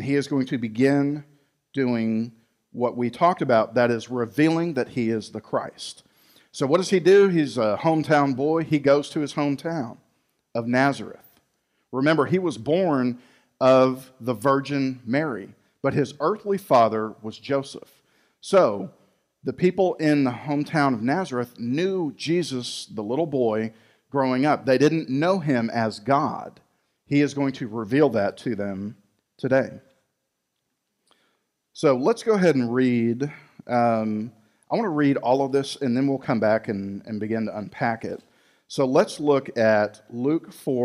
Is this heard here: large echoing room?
yes